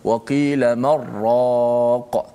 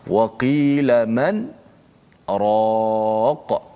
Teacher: di sini kita tertegah untuk berlaku idgham bila gunnah kerana di sini adalah bacaan saktah · Shown in: second take